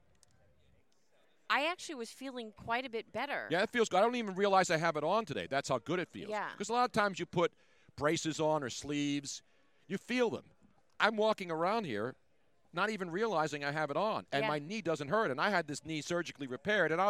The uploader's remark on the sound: On the first day of Radio Row. Things are starting to heat up in Miami!